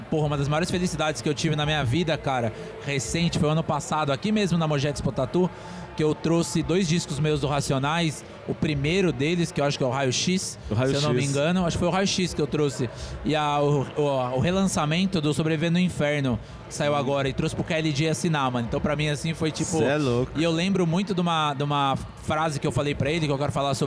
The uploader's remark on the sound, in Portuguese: Eis o 3º e último programa especial gravados diretamente da III Mogi Expo Tattoo, o maior evento de tatuagens e piercings do Alto Tietê.